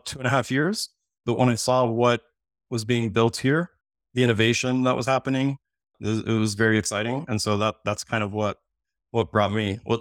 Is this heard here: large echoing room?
no